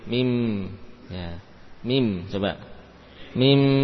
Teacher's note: mim yang terucap dengan menutupkan dua bibir